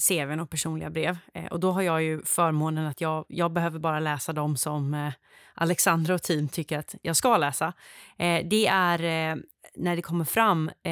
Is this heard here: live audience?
no